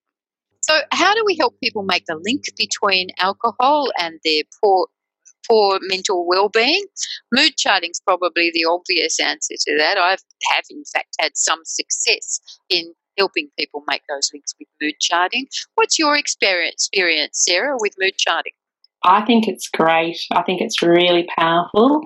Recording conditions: video call